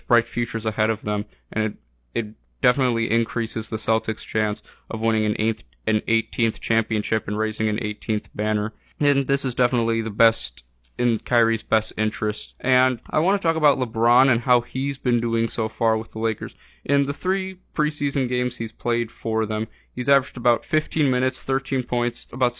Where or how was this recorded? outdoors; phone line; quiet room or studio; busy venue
quiet room or studio